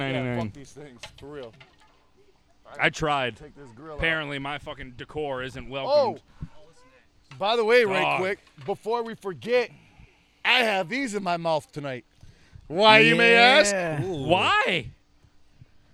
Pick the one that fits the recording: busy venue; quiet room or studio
busy venue